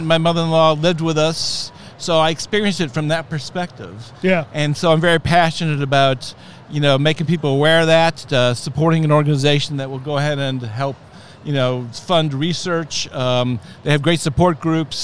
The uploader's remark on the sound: Interviews Guests at REALTORfest 2022